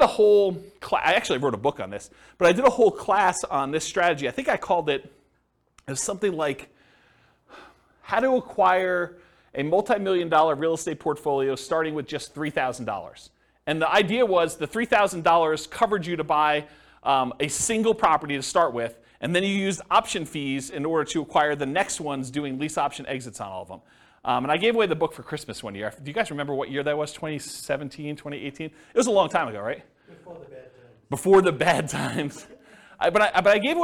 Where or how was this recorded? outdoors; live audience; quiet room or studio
live audience